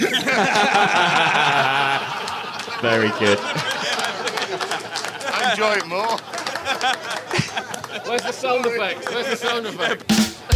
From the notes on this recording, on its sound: Our first ever podcast recorded in front of a live audience! A live audience made up of former podcast guests, celebs of the shooting world, Members of the Most Noble Order of the Garters and fans of the GunsOnPegs Podcast. Recorded LIVE at The Game Fair 2022.